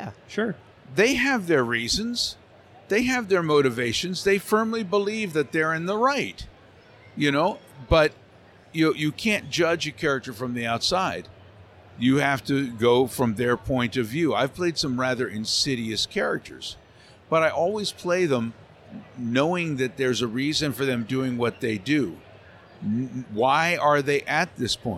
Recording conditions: busy venue